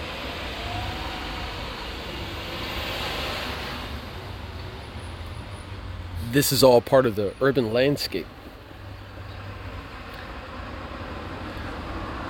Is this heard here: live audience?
no